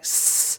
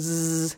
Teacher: So we have noisy sounds like s, and we have voiced sounds like z